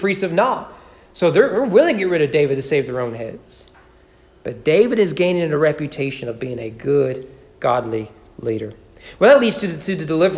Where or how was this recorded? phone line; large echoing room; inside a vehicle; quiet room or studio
large echoing room